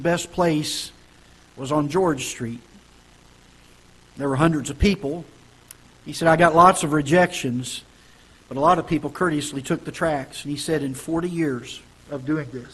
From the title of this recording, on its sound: Ketha Heights Baptist Church ~ Live Broadcast